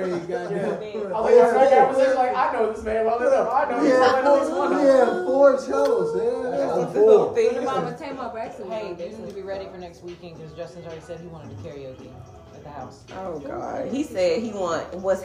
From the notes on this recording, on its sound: Excuse the extra chatter but we live!